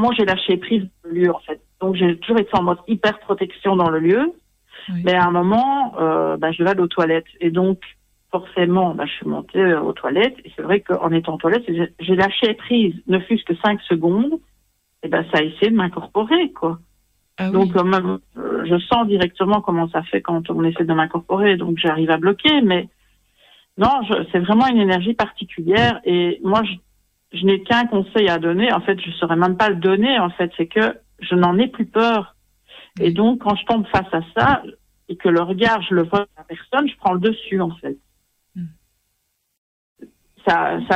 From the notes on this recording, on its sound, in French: Nous rejoindra par téléphone. Une table ronde.